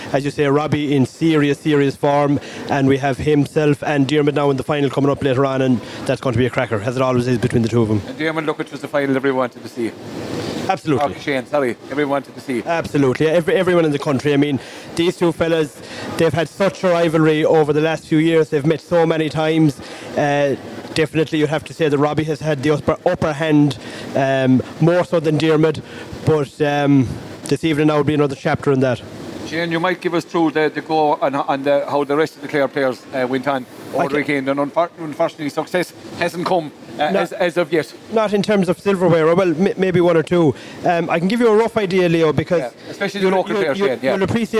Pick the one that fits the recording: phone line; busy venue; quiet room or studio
busy venue